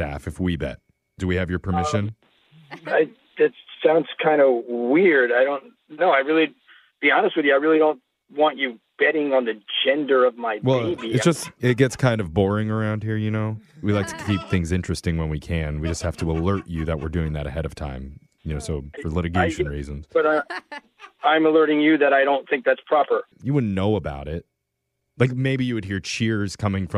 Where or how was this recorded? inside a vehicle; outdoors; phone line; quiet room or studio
phone line